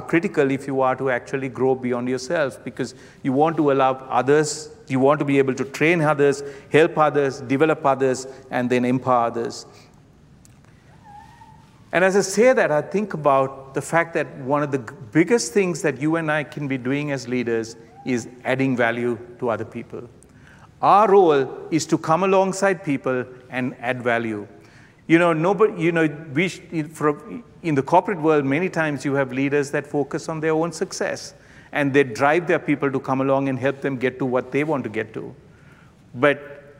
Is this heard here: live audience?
yes